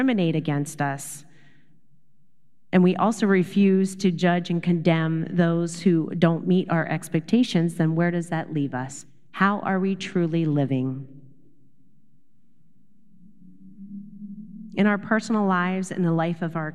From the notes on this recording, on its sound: Recorded live at Beatitudes Church in Phoenix, AZ.